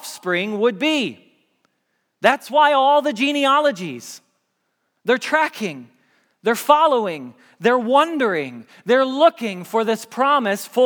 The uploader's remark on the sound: Message Preached at Valley Creek Church